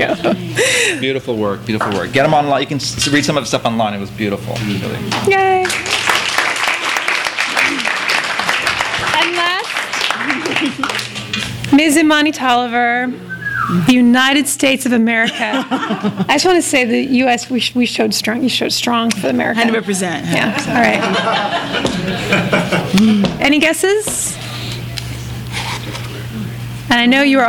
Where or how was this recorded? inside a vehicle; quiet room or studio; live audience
live audience